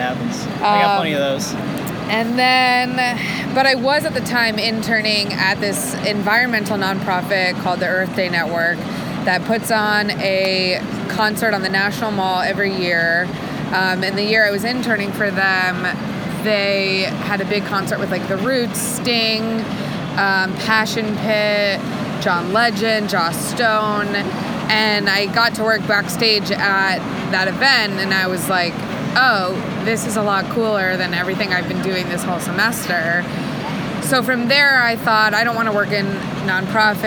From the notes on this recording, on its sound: ditch the boardroom for a sidewalk cafe on the busy streets of NYC